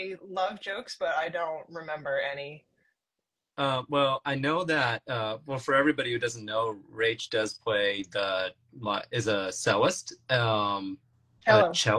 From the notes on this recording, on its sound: This episode was filmed in September 2023, on IG Live.